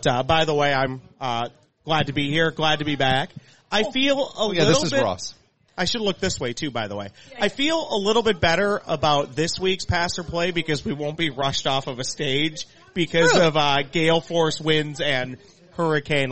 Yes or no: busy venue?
yes